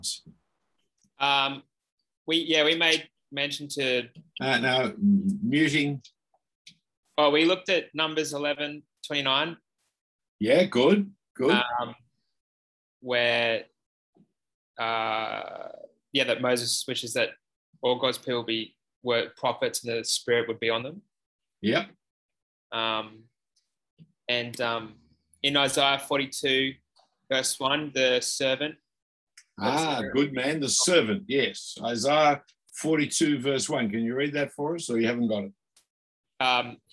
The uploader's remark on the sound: this term was online via Zoom